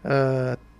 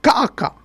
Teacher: Quand ils disent Ta'ata, hein, parce que les Tahitiens disent Ta'ata, à Maupiti ils disent Ka'aka. Le T s'est transformé en K.